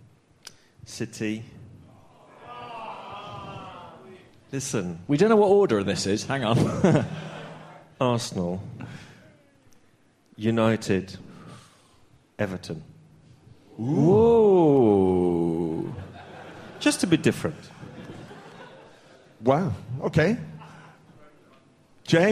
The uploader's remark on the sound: Live from The Garage. This week's Arsecast Extra was recorded last night at The Garage Highbury & Islington. A live audience.